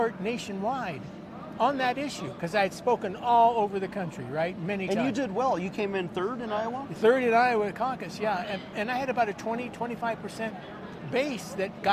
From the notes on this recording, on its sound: on location at the Western Conservative Summit